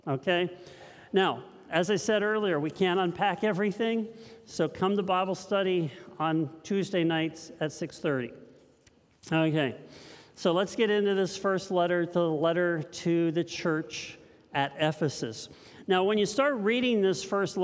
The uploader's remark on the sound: This message was first preached at Linglestown Life on 1/8/2023.